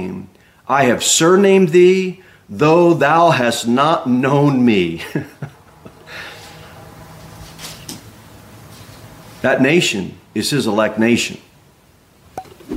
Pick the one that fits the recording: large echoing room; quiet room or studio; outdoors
large echoing room